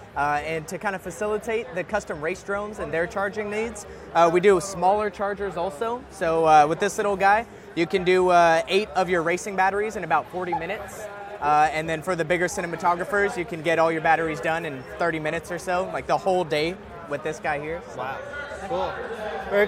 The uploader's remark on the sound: The Drones Garage team had the awesome opportunity to go to GE2.live and do coverage for the drone racing event. More coverage and interviews with Pilots and Vendors that were at the event. GE2.live was held at the WAMU theater in Seattle, WA.